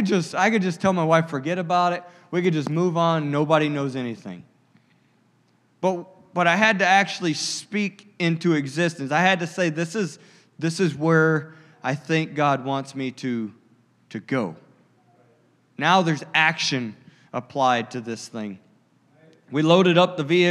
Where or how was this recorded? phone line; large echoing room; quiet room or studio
large echoing room